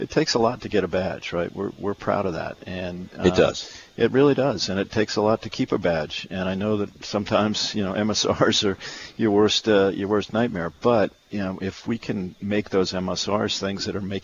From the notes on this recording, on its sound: broadcasts live from the PGA Merchandise Show in Orlando, FL.